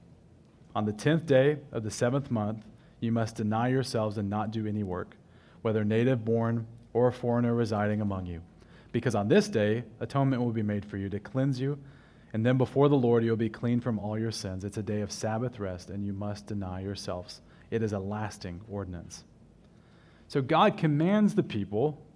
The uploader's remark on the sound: at River City Baptist Church, a new congregation in Richmond, Virginia